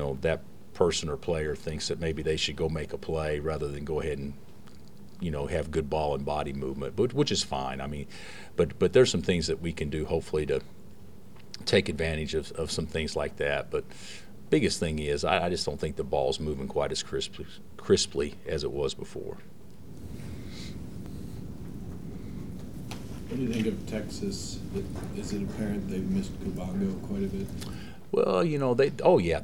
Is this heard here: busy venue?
yes